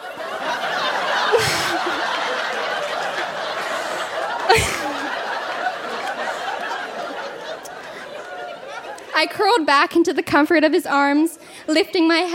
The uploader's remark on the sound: Recorded live at the Rio Theatre in Vancouver.